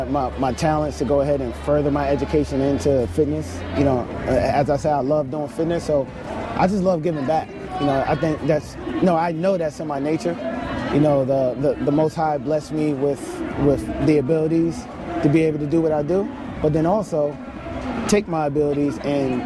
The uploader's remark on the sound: Bonus Episode Live from TFX!!!